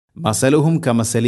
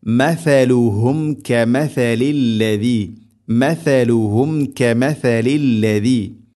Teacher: ث ഉച്ചരിക്കുന്ന സമയത്ത് നാവിൻ്റെ അറ്റം ذال ഉച്ചരിക്കുന്നതിനേക്കാൾ അല്പം കൂടെ പുറത്തോട്ട് നിൽക്കണം നാവിൻ്റെ അറ്റം · Shown in: second take · അത് പ്രത്യേകം ശ്രദ്ധിക്കണം.